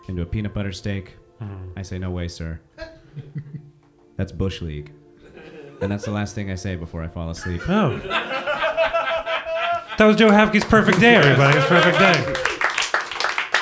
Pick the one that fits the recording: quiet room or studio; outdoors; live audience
live audience